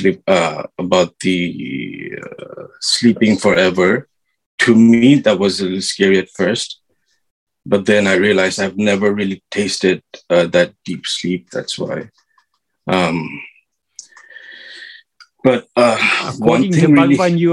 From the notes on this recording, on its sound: In a Zoom meeting with Sri Ramana Center, Houston